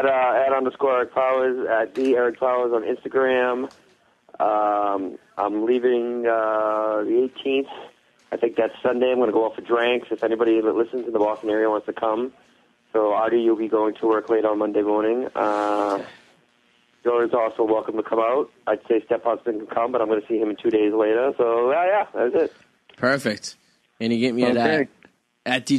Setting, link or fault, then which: link, phone line